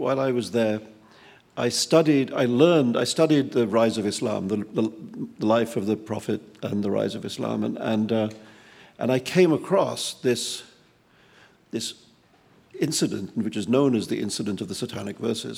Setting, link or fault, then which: setting, live audience